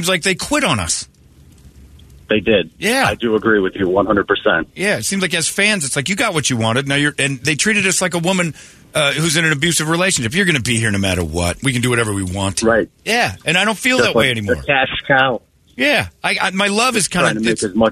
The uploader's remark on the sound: Cubs And DBacks Fans Calling.